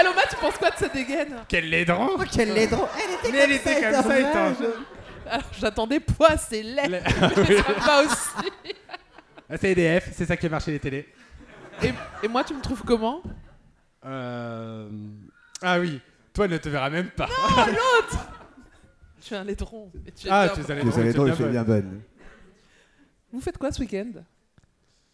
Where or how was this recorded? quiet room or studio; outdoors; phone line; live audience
live audience